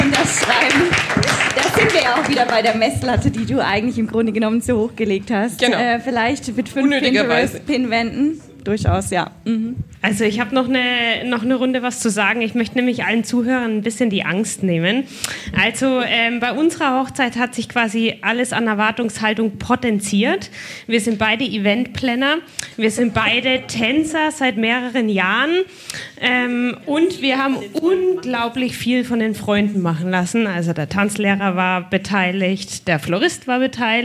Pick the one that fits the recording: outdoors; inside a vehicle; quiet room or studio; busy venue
busy venue